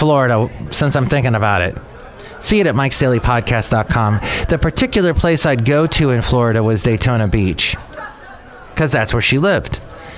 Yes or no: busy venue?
yes